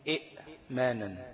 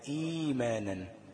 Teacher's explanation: يبقى أعمل إيه؟ أبدل الهمزة التانية إيه؟ ياء. ليه؟ لأن اللي يناسب الكسر من حروف المد هو الإيه؟ الياء. · Shown in: second take · Term: إبدال